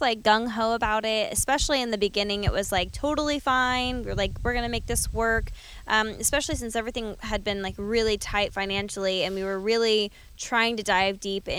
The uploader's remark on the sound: This 300th episode was recorded at my Family Farm next to the river